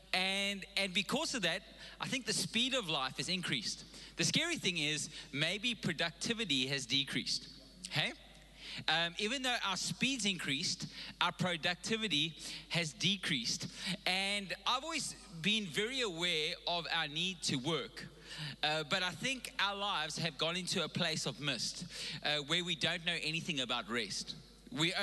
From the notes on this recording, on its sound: Recorded live on Sunday the 31st October 2021